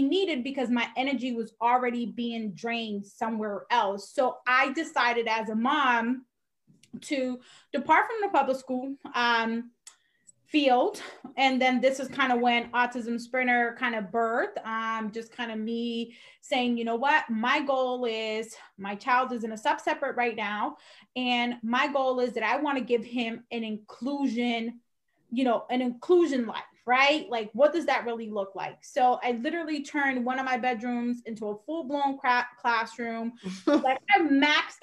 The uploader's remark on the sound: This has been done via Zoom